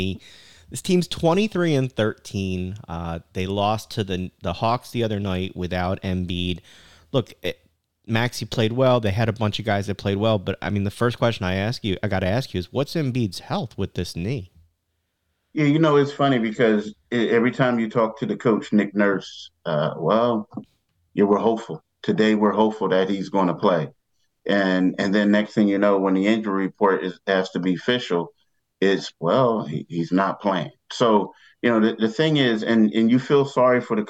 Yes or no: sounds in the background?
no